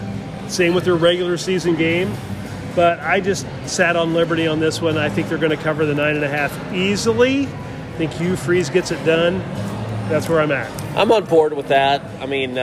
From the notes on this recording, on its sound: On location from AMP in downtown Indy.